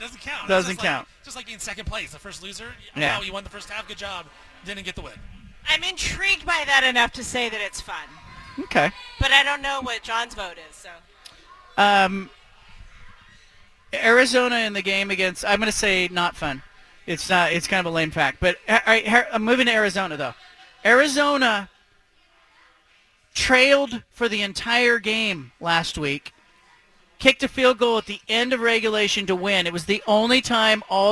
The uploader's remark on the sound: broadcasts live from Killer Burger in West Linn